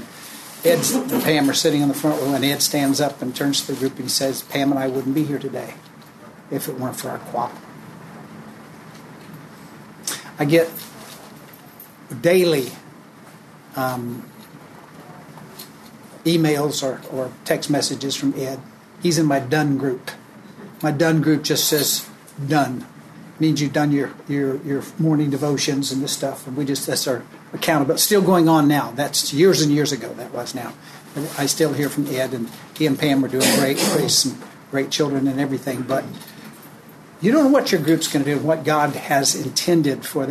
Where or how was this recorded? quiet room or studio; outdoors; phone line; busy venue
busy venue